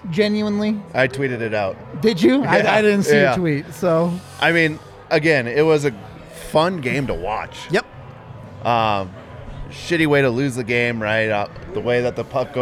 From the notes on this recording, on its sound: LIVE from the DNVR Bar